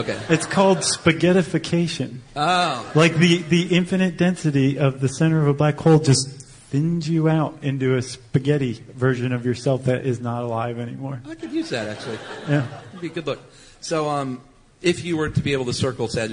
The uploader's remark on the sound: Live at SD Comic-Con. Along with a live audience at the 2012 Comic-Con.